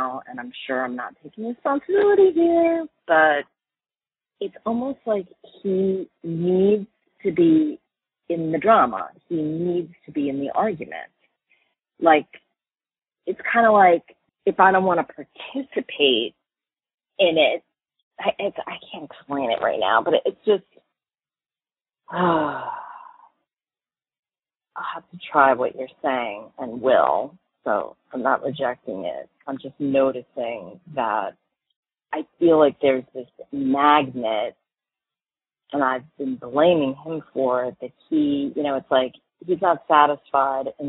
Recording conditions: phone line